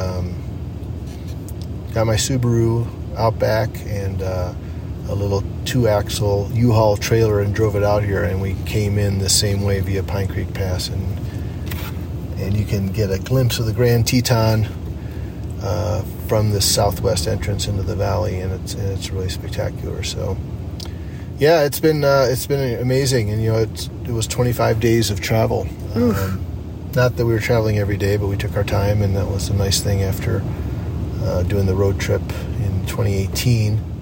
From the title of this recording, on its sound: Live Driving Podcast